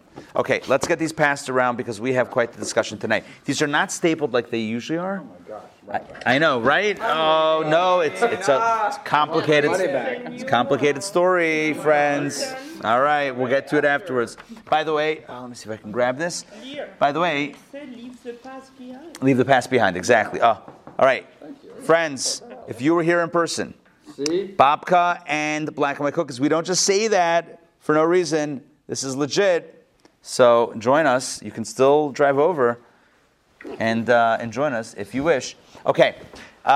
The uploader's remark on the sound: Recorded live at the Intown Jewish Academy on April 27, 2022